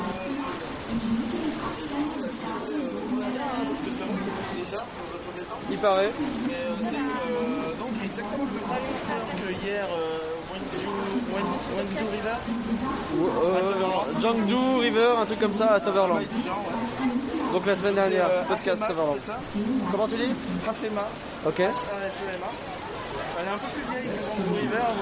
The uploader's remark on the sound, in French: Reportage DEPUIS Phantasialand